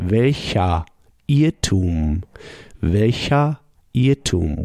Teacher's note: the ER at the end in German sounds like A.